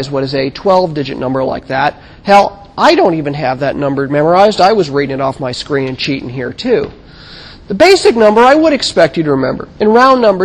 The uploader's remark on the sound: Recorded 2007 Sep 20 in 1000 McPherson Lab on the Columbus campus of The Ohio State University.